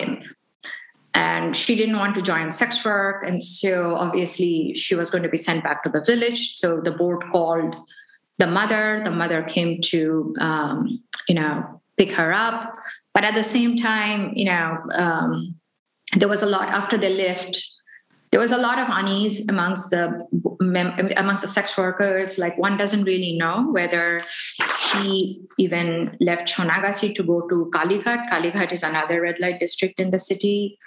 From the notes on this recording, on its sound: This episode was originally recorded during a live webinar event that occurred on February 23, 2022.